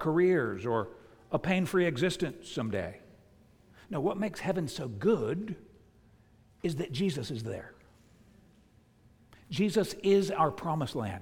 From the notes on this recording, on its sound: preached at the United Christian Church of Dubai